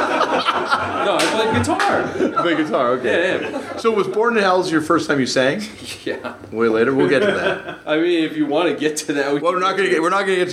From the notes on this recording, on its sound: Hit the stage of legendary Boston (Allston) venue Great Scott and chat. TURNED OUT A PUNK LIVE IN BOSTON. Welcome to the first day of the Turned Out A Punk Live tour!!!